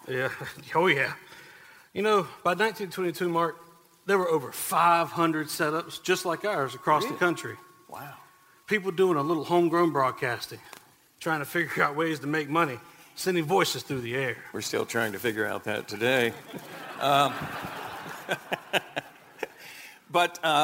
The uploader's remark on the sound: As heard on April 9, 2022 at CPCC's Halton Theater. This is WBT's 100th Anniversary Celebration.